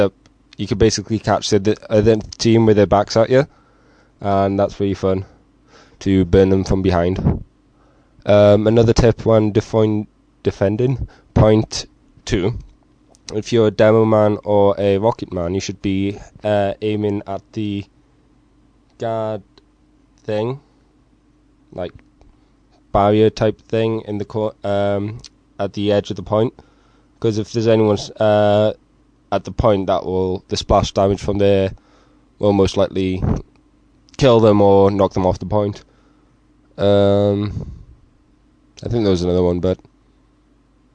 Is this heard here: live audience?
no